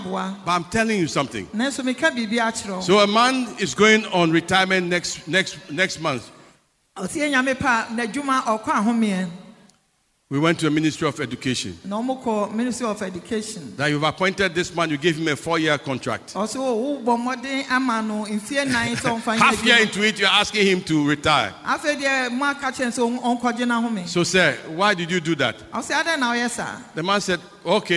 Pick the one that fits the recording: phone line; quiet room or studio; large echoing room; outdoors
large echoing room